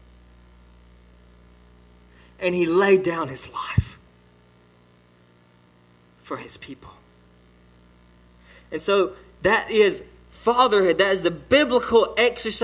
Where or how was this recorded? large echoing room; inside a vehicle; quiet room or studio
large echoing room